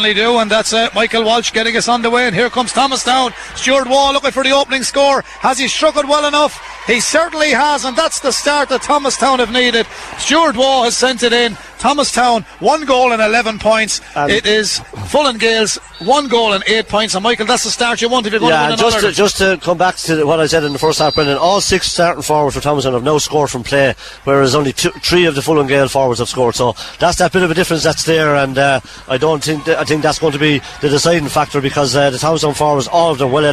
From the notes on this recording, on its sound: As KCLR takes a nostalgic journey back through the archives. Hear the echoes of cheers, the roar of the crowd, and the exhilarating commentary.